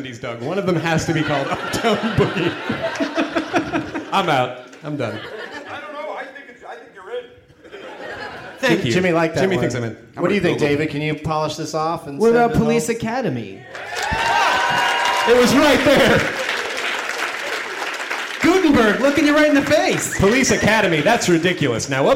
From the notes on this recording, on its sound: Recording live at L.A. Podfest in Santa Monica.